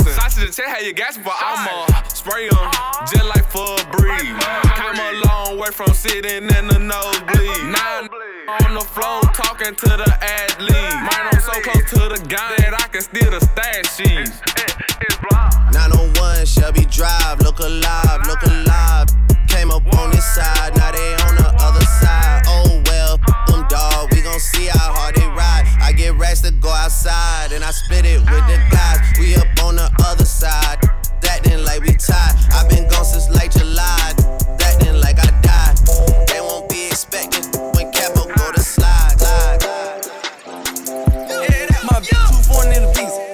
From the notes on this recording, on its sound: BRIMZ 5 YEAR ANNIVERSARY EVENT (LIVE DJ MIX)